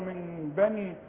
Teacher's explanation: اقلب النون لميم واخفيها وغناها